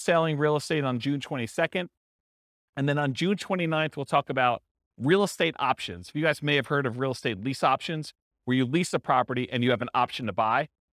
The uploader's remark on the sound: This was a live class recorded